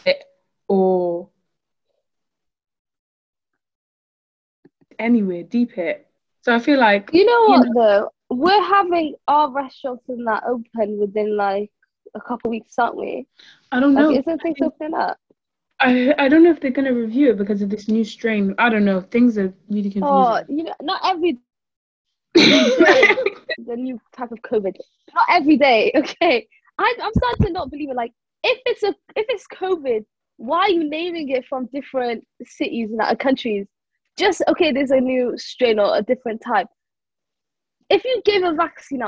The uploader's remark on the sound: we recorded on zoon so sorry for any audio issues!